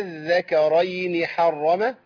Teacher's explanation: هنمد بس زياده شويه وبعدين عندنا الذال عليها شده تبقى ذالين ماشي والكاف عليها فتحه تبقى ايه ذكا الراء عليها فتحه يبقى الذكرين حرم.